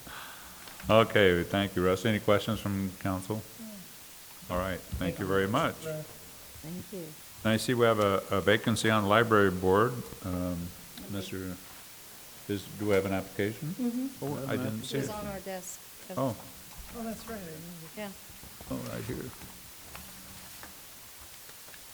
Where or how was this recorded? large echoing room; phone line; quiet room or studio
large echoing room